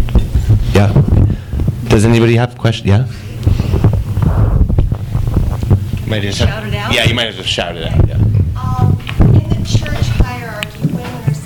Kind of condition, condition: setting, live audience